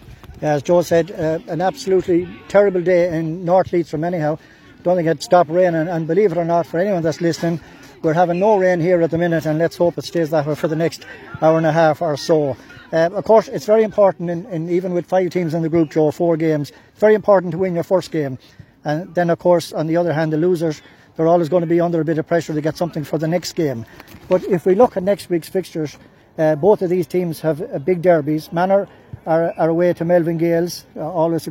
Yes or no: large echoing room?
no